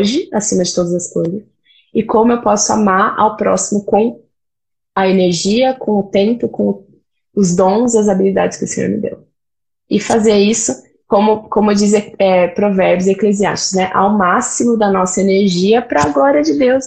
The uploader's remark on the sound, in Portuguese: uma live no seu Instagram regada a café